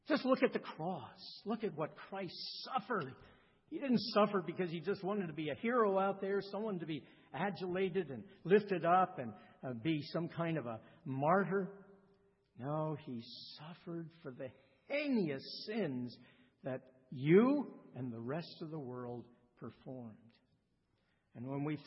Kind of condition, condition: setting, large echoing room